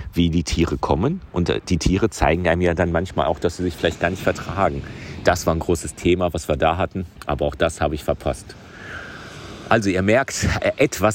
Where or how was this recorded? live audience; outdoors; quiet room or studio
outdoors